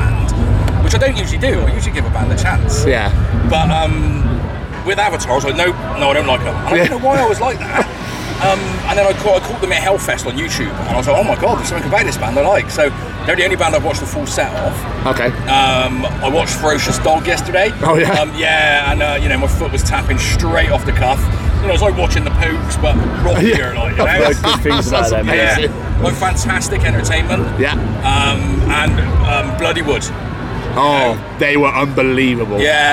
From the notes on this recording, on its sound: From our 'Live from Bloodstock Festival 2022' series - We sit down for a short interview.